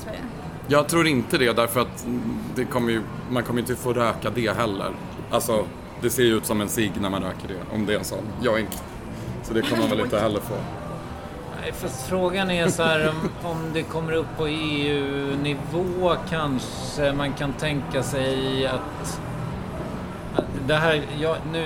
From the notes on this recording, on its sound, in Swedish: Spelades in live på Stockholmsklubben Trädgården, de sista skälvande timmarna innan rökförbudet på uteserveringar trädde i kraft.